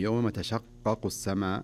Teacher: هاي يكون زمنها أكثر من القاف التي بعدها، يعني عندنا قافين، قاف الأولى مشددة والثانية خفيفة، فتكون الشدة في الأولى أعلى أو زمنها أكثر من الثانية